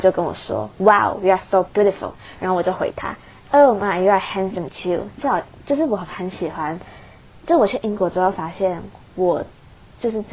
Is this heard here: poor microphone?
yes